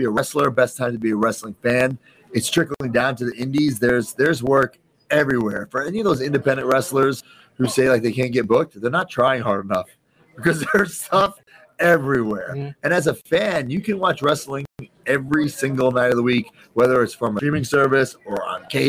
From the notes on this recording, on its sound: live from Starrcast in Chicago